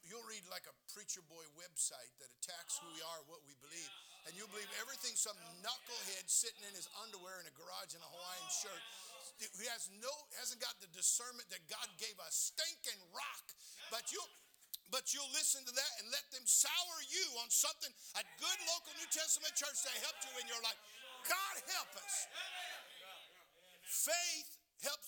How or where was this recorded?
large echoing room